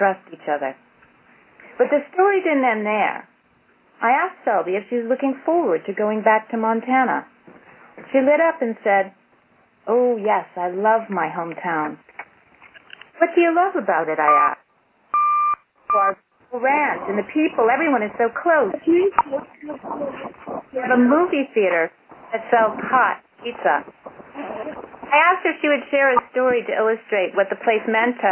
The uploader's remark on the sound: Call recorded on January 26, 2012.